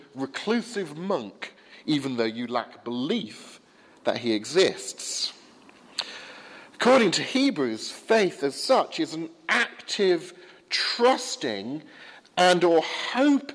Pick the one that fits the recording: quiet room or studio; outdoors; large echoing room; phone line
large echoing room